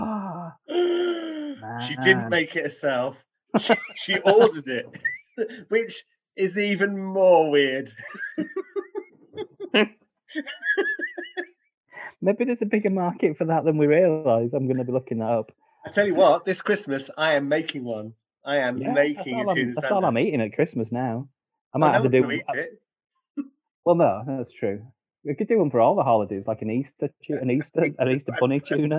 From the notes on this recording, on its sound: Despite sounding like we’re recording in a tiny cupboard, 20,000 leagues under the sea, somewhere in the future-past, using only string and paper-cups